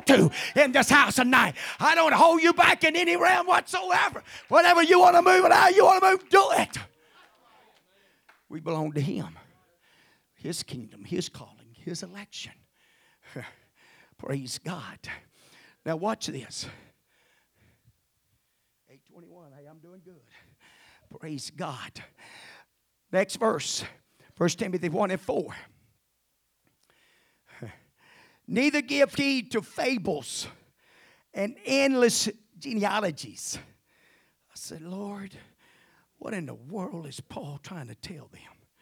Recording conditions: large echoing room